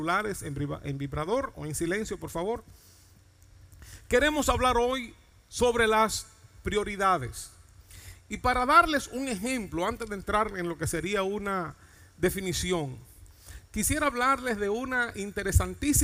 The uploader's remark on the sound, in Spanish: Mensaje grabado en Iglesia Cristiana de Santo Domingo, República Dominicana.